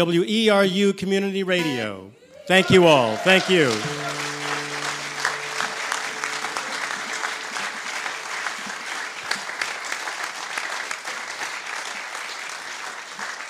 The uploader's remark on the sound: this concert was held June 29, 2019 at the Blue Hill Town Hall, Maine, at 7pm